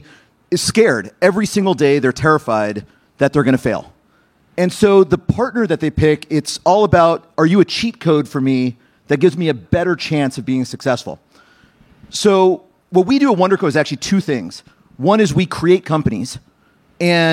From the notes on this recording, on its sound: Recorded March 2, 2022 at the Upfront Summit